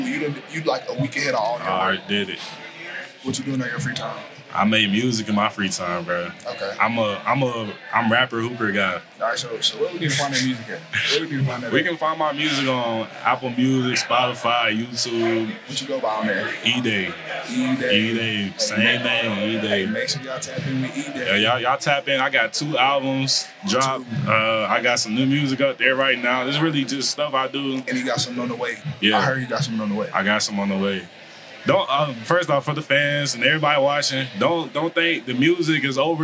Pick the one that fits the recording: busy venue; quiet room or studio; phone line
busy venue